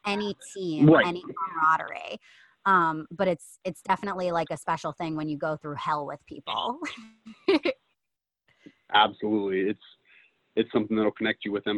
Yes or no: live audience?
no